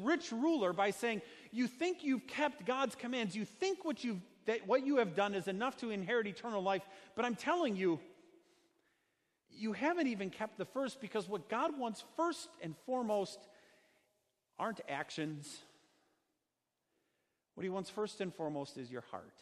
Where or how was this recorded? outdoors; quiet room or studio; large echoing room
large echoing room